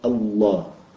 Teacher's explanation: الإله. فلما صارت الإله فاجتمعت لامان، الإله، لام مكسورة ولام مفتوحة، فأدغمت اللام في اللام على طريقة الإدغام الكبير والمتحرك في المتحرك، فأدغمت اللام في اللام فصارت الله، فتصبح كلمة الله لفظ